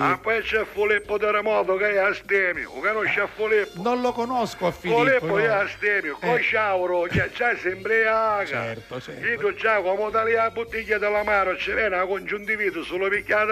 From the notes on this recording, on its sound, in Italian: Ogni tanto si fanno sentire al telefono per raccontare le vicende che accadono quotidianamente.